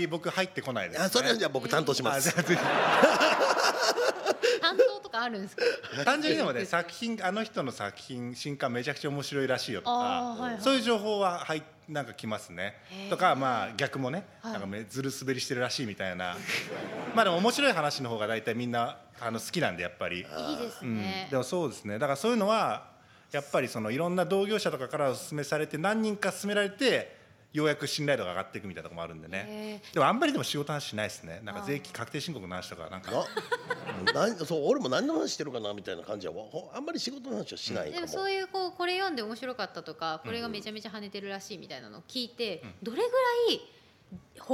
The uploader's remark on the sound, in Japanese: 公開収録回